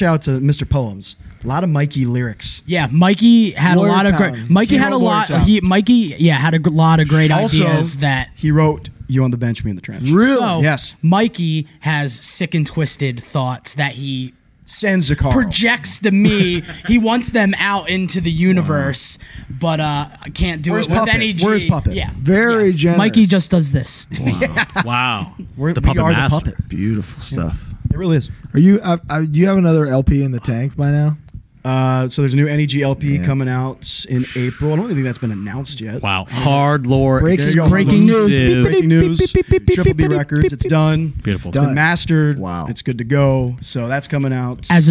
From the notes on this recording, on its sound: joined us live and in-person at FYA Fest 2023